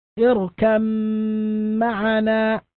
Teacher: الباء الساكنة تدغم في الميم إدغاما تاما، تتحول الباء إلى ميم فينطق بميم مشددة · Term: إدغام كامل